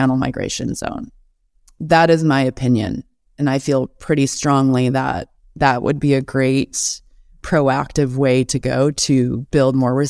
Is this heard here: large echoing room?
no